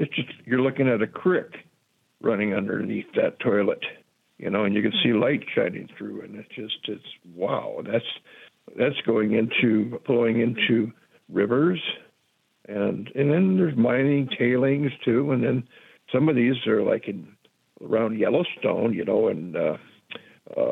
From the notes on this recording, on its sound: we take your calls in open phones across America